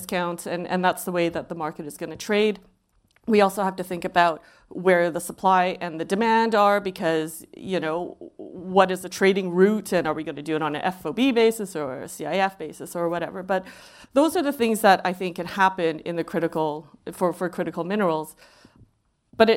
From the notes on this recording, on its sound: On February 22, in London, Benchmark Minerals Intelligence hosted the HC Insider Podcast in front of a live audience to discuss.